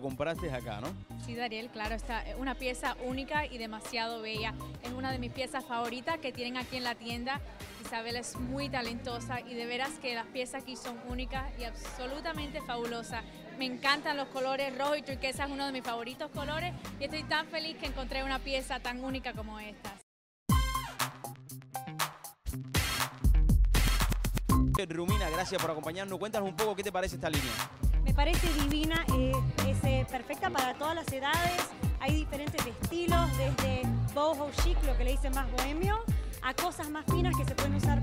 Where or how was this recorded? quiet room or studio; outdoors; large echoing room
outdoors